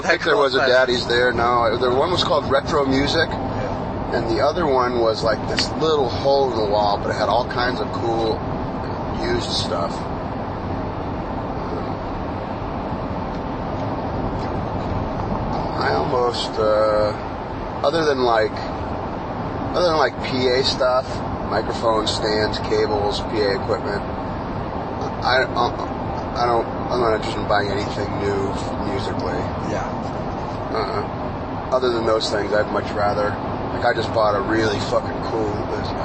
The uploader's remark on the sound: the carcast